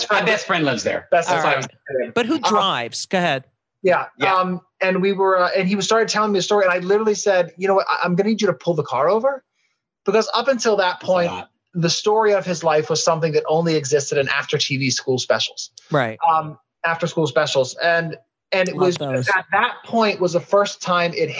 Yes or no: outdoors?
no